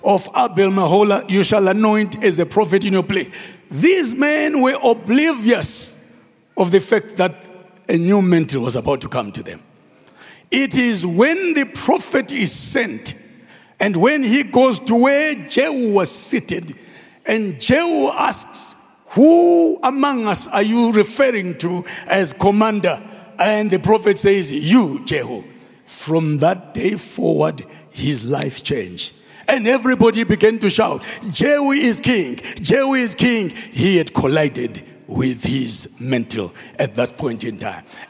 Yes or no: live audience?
yes